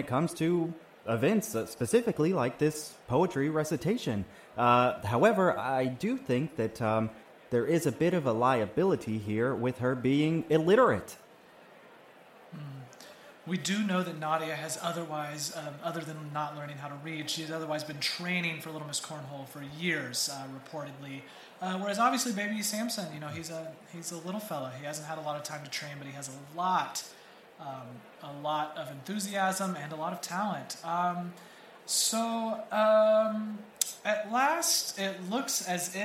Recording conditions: busy venue